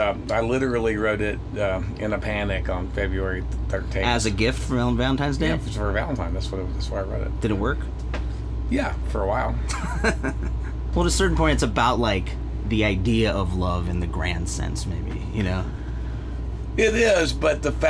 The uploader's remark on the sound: tour bus